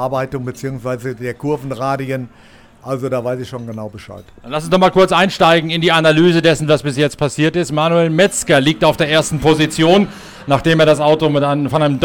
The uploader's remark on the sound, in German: live in der Box von Schnabl Engineering